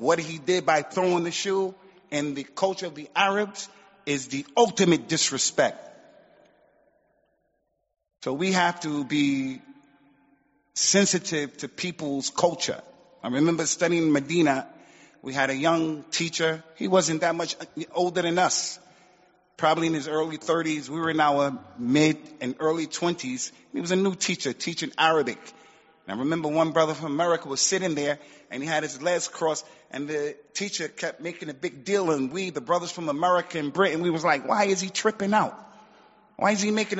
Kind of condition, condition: setting, large echoing room